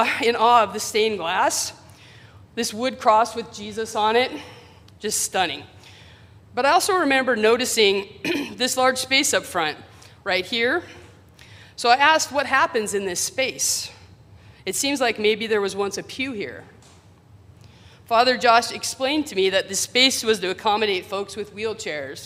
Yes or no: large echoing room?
yes